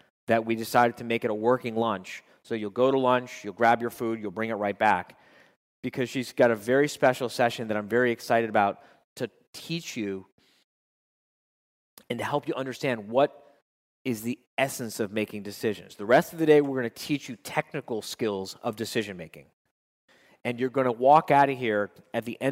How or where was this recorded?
live audience